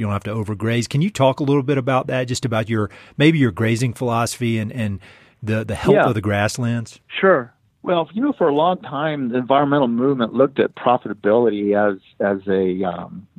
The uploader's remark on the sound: on the phone, where he was gracious enough to take time away from one of his New Mexico operations to chat with me